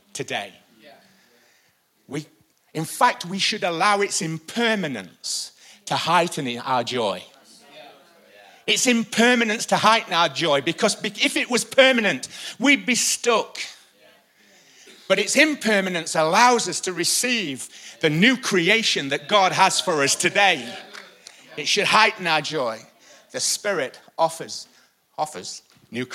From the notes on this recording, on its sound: IKON Church. Recorded live at the Chesterfield Campus this is the message from the morning service on the 3rd November 19.